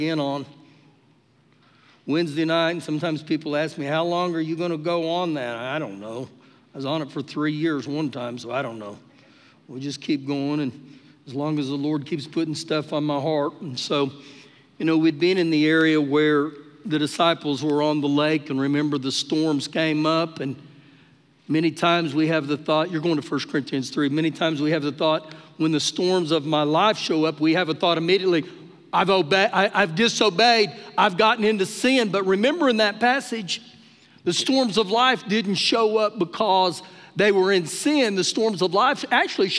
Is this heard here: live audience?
yes